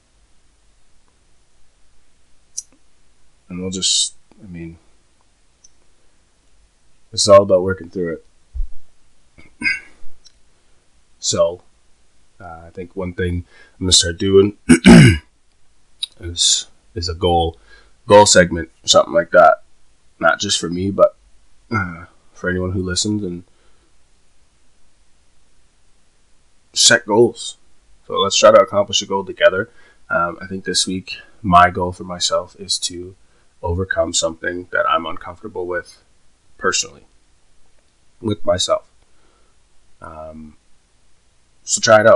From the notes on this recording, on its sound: Apologies in advance for the sound quality ill get there lol.